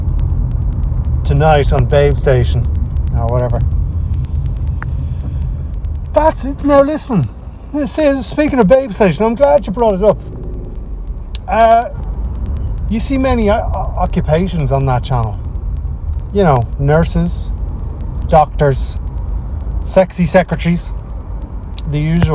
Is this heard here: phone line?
no